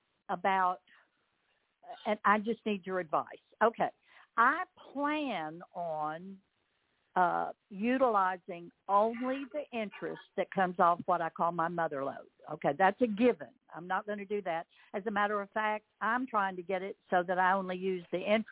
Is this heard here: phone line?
yes